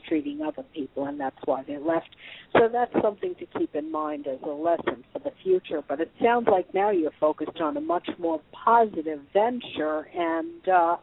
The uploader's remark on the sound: live call-in radio talk show